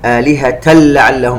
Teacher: التنوين عند اللام إدغام بغير غنة